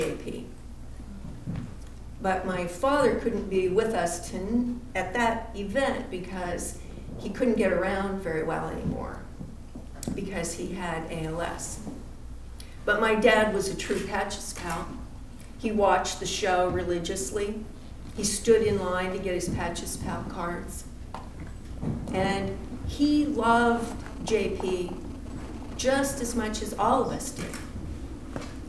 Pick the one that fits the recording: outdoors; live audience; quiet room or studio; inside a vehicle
live audience